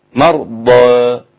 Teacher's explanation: التقليل هيكون في الألف بعد الضاد